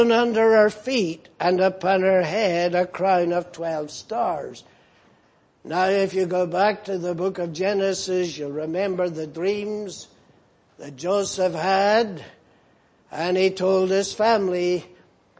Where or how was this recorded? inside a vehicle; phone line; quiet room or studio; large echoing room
large echoing room